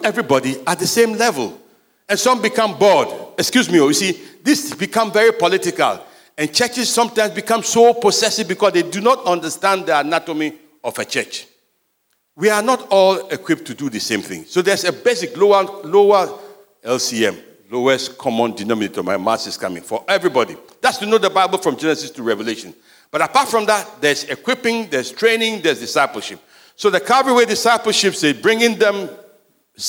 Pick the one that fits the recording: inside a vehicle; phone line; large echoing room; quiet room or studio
large echoing room